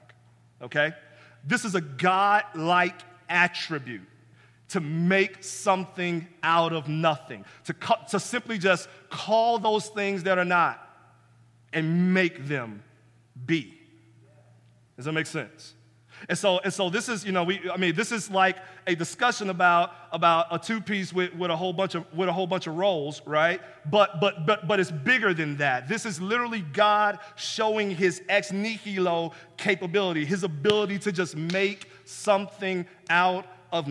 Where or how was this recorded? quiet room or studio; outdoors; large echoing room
large echoing room